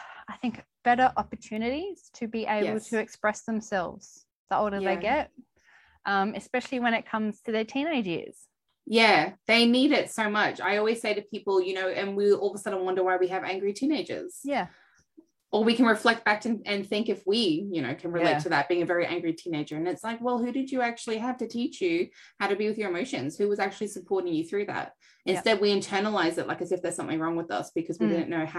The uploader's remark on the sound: This is a replay from the Live Aussie Mums' Mental Health Virtual Event